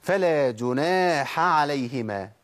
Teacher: لازم ابين مخرج الحاء لوحده ومخرج العين لوحده